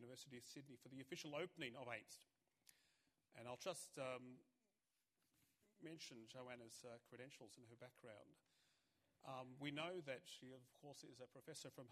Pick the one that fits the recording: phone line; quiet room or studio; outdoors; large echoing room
large echoing room